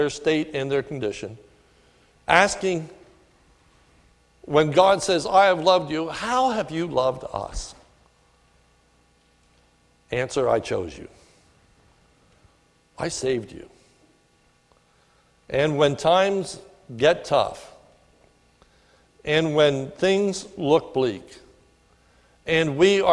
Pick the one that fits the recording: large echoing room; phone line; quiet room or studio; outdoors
large echoing room